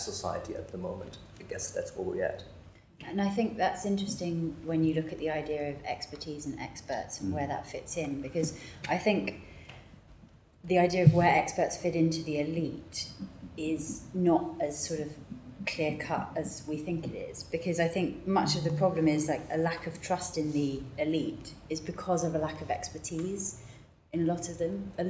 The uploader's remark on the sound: A recording of a roundtable from the 2018 Chatham House London Conference. This annual event brings together policy-makers, academics and business figures from around the world to London to discuss key global issues.